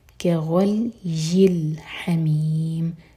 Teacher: نیچے جو کسرہ ہے وہ آگے لام سے جڑے گا، کغلی الحمیم، ہا علق سے.